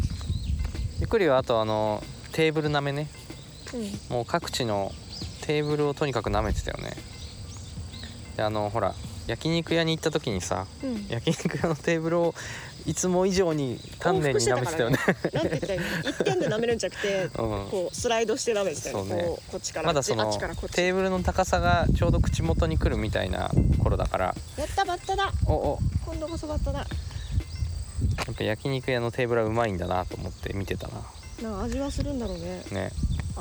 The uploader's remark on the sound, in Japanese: 犬のアロと散歩をしながらの収録。ニワトリ、カラス、虫、風、木の葉を踏む音。